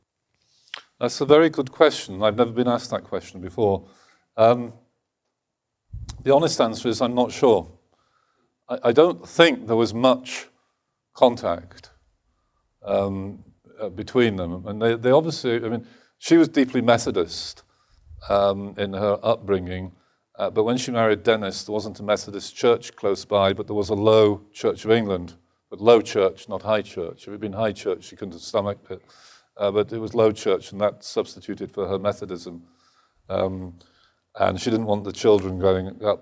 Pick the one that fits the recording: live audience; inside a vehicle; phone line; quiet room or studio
live audience